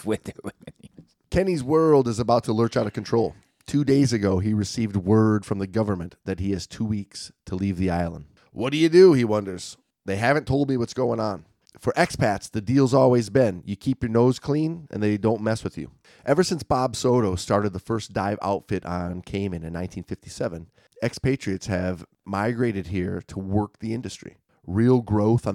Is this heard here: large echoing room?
no